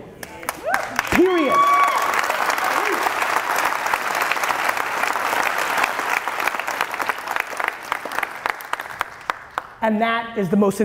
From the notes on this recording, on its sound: you get a throwback clip today from a keynote